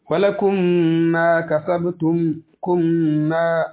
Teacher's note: kasabtum kumma, haka ganin mimun sannan gabanta ma mimun ne, to an yi idgamin mimun na farko zuwa ga mimun na biyu, to shine ana kiranta da al-idghamul mutamasilaini ko al-idgham mislaini, · Term: idghamul mutamathilaini